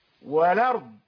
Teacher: أخذ فتحة الهمزة ووضعها على اللام وحذف الهمزة، لم ينطق بها، فقال والأرض، تخيل الهمزة طارت من الكلمة، وأخذنا فتحتها وضعناها على اللام فأصبحت والأرض. · Term: النقل